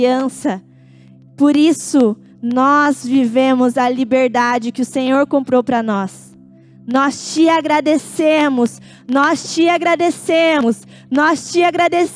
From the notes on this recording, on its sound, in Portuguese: Em nosso Culto de Noite de Glória. Dia 29/10/2021 na Igreja ABA Curitiba (Transmitido ao vivo).